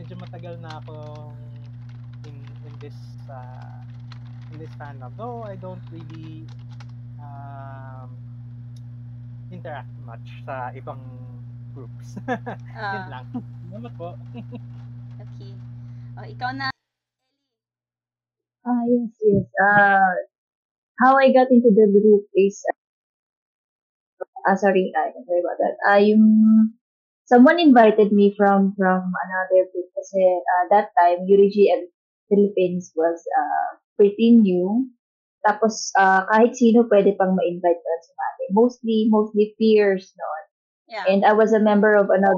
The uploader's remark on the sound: There has been a bit of technical issues in the recording.